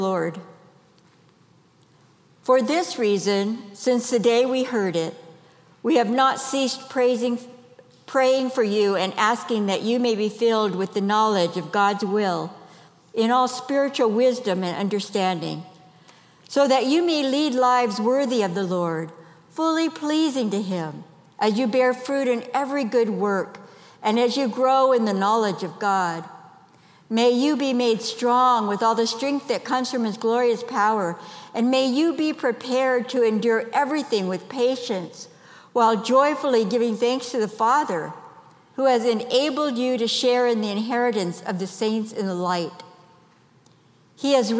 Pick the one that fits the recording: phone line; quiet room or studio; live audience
live audience